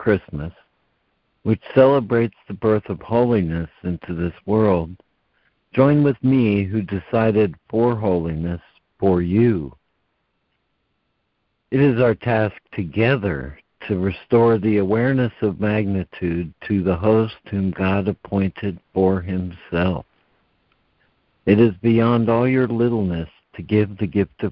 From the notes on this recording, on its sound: ACIM Daily Conference Call